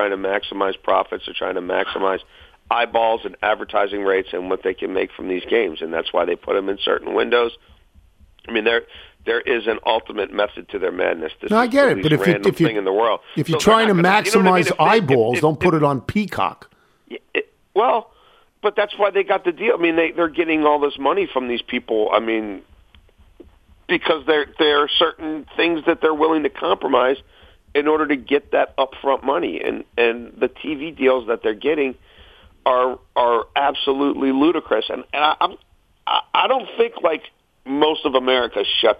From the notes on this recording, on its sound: phones